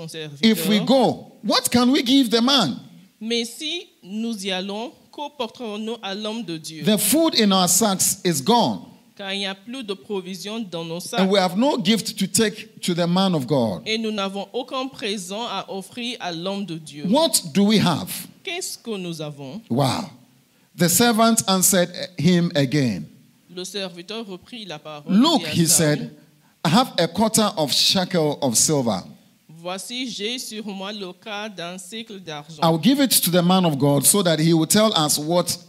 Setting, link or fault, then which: setting, large echoing room